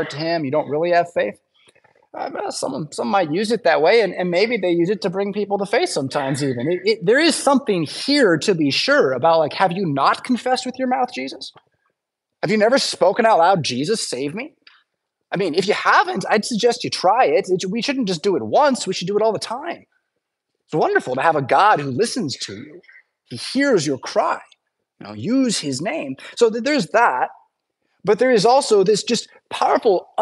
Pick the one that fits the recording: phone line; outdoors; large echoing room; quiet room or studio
large echoing room